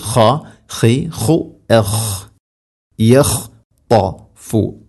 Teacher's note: ഖ തൊണ്ടയുടെ മുഗൾ ഭാഗമാണ് മഖ്റജ്